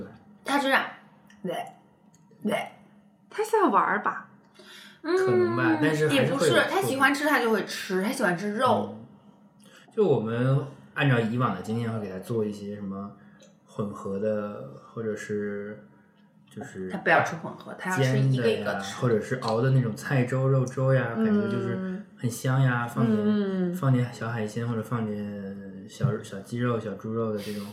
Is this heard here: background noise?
yes